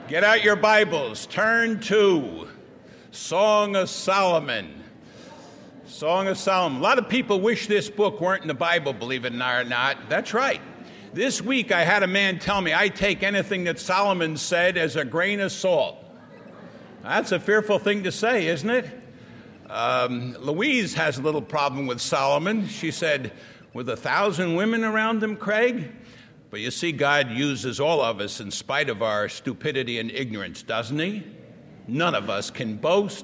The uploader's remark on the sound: presented at the Winona Lake Bible Conference in 1983